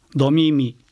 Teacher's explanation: 小高型は1拍目を下げてあと上げていきます